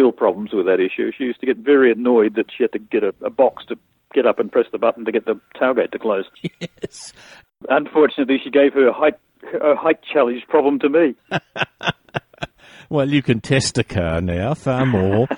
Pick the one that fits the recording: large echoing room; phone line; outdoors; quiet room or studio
phone line